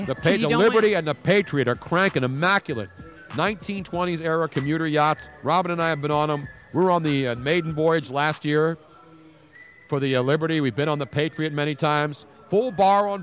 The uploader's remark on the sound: We were LIVE from the #NFLDraft2017 Philadelphia for 6 HOURS. LIVE from the Draft Headquarters in Philadelphia.